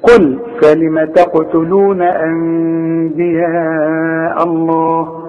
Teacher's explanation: بيقول لك النون اللي فوق هميم النون السكنة اللي فوق هميم هيجي بعدها به. بيقول لك لو سمحت اقلب النون الى ميم واخفيها وغنها · Term: اقلاب